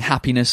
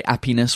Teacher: Instead of saying happiness, a French person will say appiness · Shown in: second take